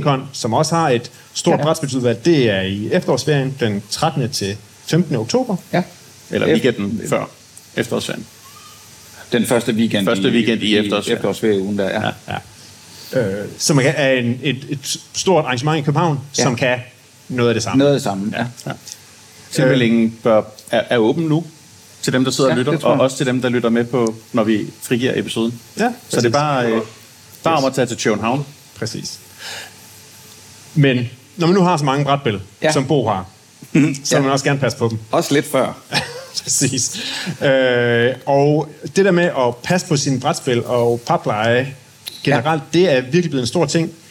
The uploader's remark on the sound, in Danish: Live fra Aarhus Festuge 2023. Inviteret til Aarhus af Podcaster.dk, som del af programmet på årets udgave af Aarhus Festuge.